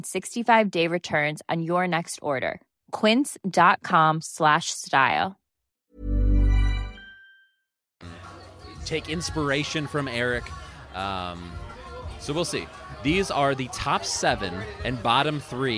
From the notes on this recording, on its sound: live on location at Mootz Pizzeria in the heart of downtown Detroit